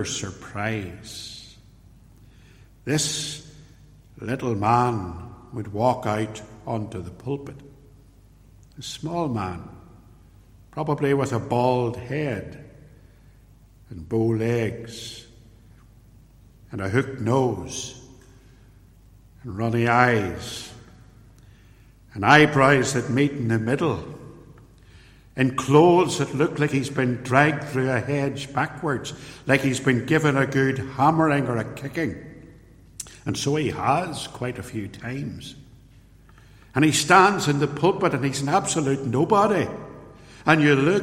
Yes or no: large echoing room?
yes